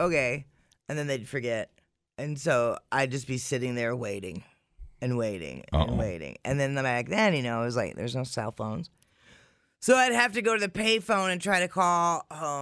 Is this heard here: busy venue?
no